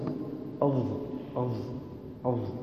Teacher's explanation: الظاء والذال والثاء، الظاء والذال والثاء مخرجها من ظهر طرف اللسان مع رؤوس الثنايا العليا، أو ما يخرج اللسان، إذا خرج اللسان، إذا خرج اللسان تخرج الظاء مهموسة · Term: همس في الظاء